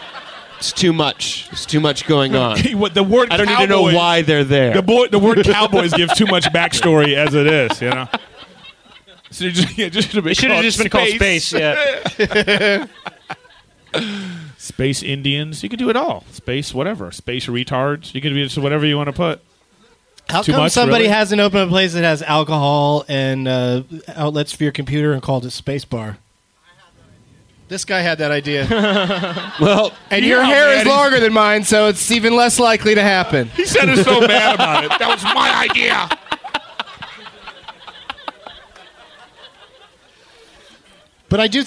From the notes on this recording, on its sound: Live at the Punch Line in San Francisco